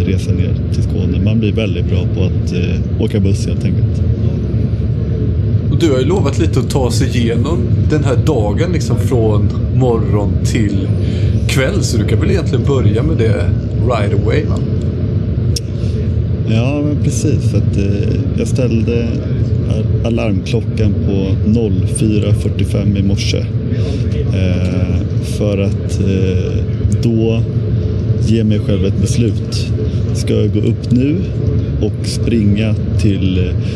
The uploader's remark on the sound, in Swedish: Genom bussen ner till Malmö. Eftersom avsnittet spelades in på bussen är ljudet VAD DET ÄR.